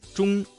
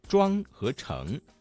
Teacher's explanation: 声母是翘舌音之吃诗日的字